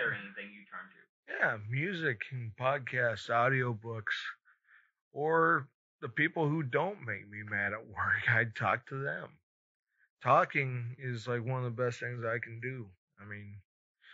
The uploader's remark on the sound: we had a malfunction with the audio